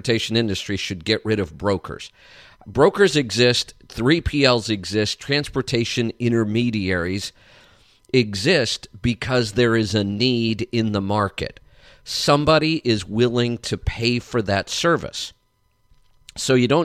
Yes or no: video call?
no